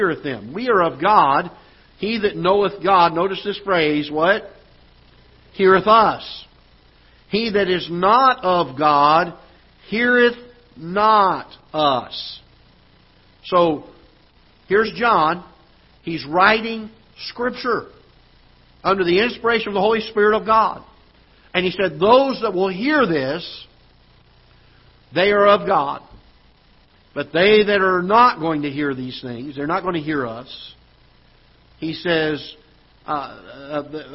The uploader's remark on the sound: Ketha Heights Baptist Church ~ Live Broadcast